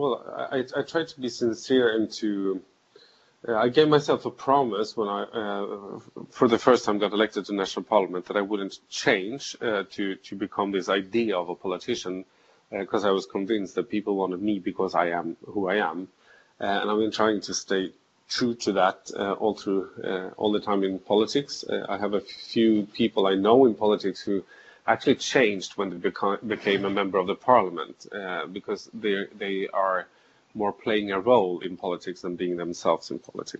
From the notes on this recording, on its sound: through skype